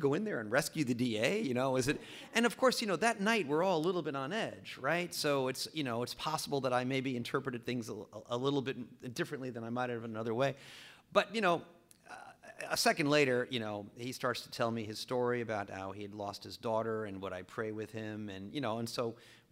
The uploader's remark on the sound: Recorded live in front of an audience of Just City supporters at Crosstown Concourse.